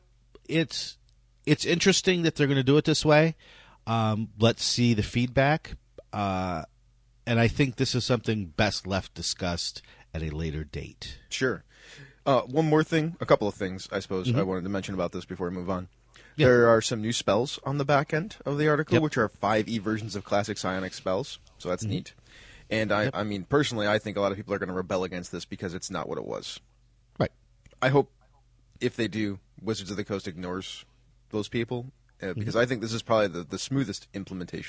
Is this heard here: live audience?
no